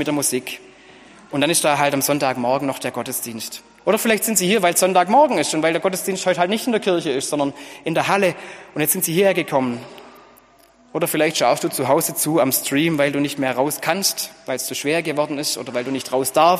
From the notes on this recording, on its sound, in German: Gottesdienst zur Kirbe